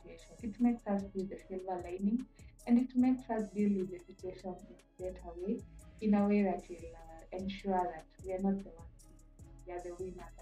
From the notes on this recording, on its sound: After listening back to this episode, I noticed a sound issue.